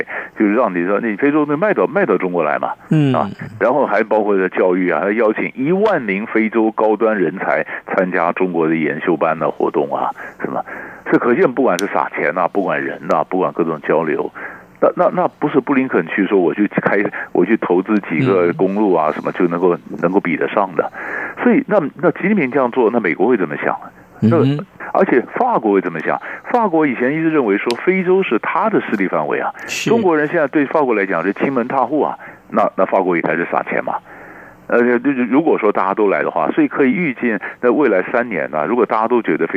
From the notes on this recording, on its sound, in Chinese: 連線訪問